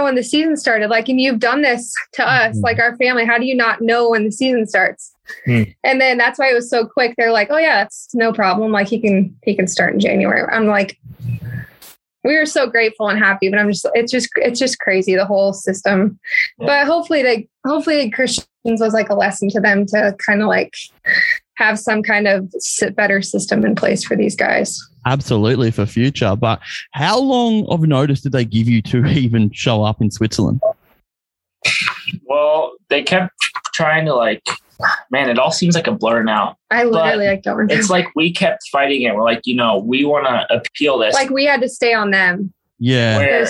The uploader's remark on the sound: Are joined on zoom by one of the power couples of the moto industry in the US.